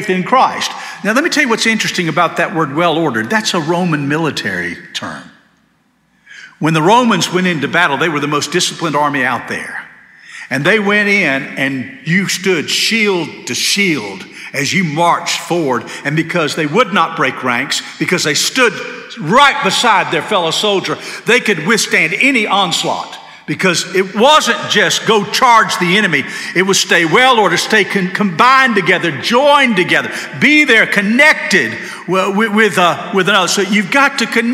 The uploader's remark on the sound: This sermon was delivered on June 4, 2023 at First Baptist Church Hendersonville, NC.